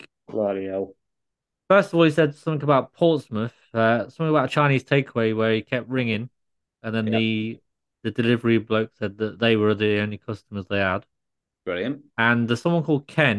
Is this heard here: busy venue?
no